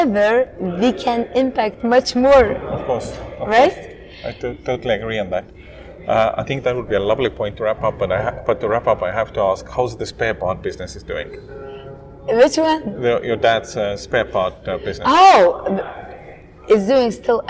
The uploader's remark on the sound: on the sidelines of the Impact Day festival in Tallinn